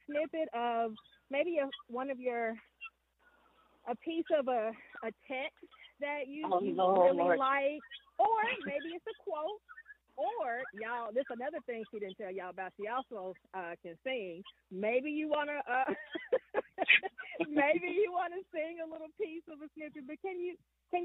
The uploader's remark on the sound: Walk & Talk